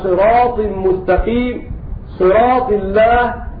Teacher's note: تفخم عند ورش وغيره من القراء، لأن الطاء وإن كانت مكسورة إلا أنها من أقوى حروف الهجاء صفة